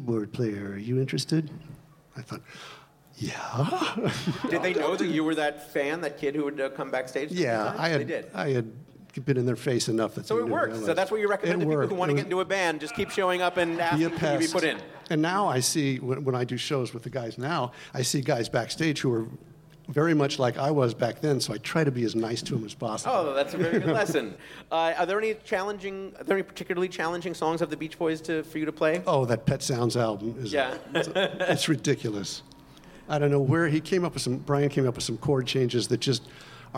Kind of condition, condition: setting, busy venue